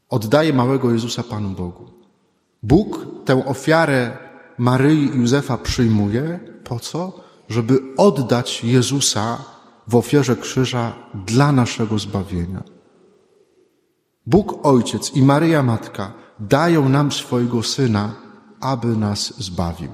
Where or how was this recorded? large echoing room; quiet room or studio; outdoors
large echoing room